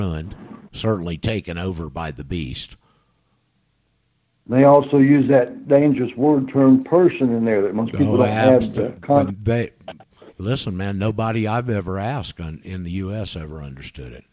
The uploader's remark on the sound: Trying to find out how Skype is now working was one of my objectives for today's show. Did it, did not correct the problems MicroSucks created in the previous 'updates'. Called.